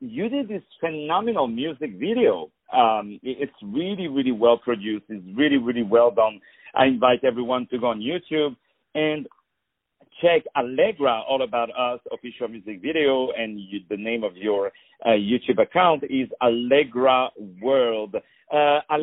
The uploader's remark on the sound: On the phone